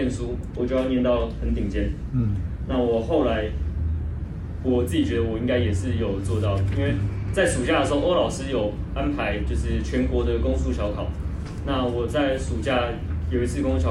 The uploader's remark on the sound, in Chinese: 課堂分享錄音, 聲音並不是好, 還請見諒